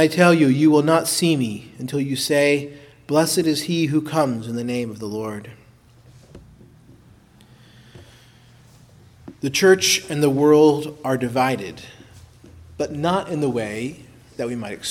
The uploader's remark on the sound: preached at Christ Our Savior Baptist Church